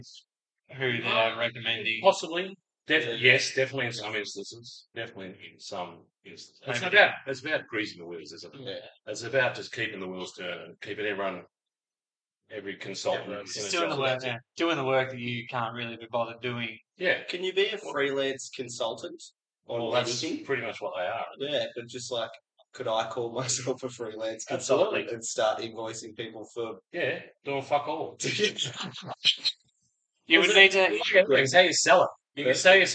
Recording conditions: poor sound quality